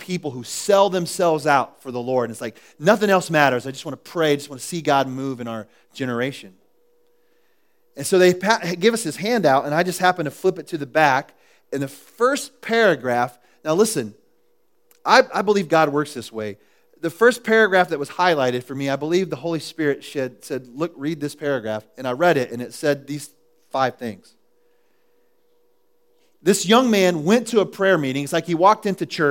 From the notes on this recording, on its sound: was recorded at The Calling Community Church on July 6, 2014 in Platte City, Missouri